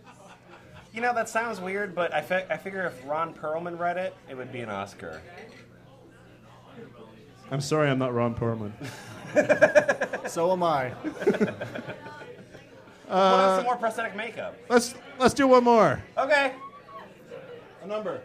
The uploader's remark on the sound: F Plus Live 2. In our second live show.